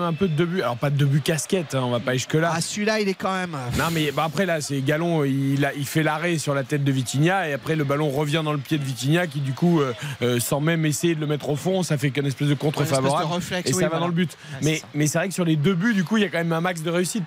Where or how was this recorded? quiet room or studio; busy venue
busy venue